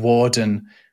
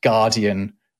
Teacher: the W sounds in Norman French are not in the Angevin French, in the one that the Plantagenets are speaking. They become these G sounds that we're used to.